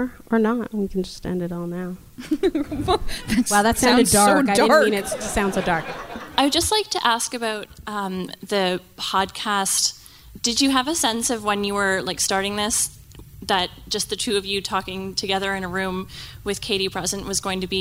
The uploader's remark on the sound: Bonus from Toronto Live show. The Q&A from our live show at the Hotdocs Podcast Festival in November 2018.